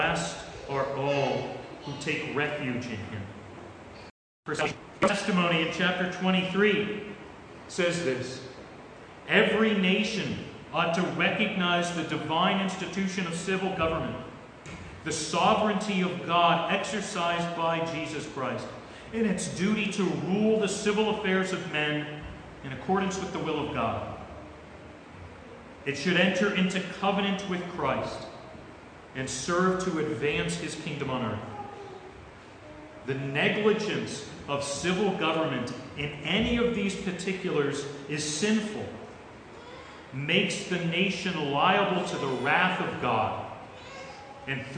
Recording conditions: large echoing room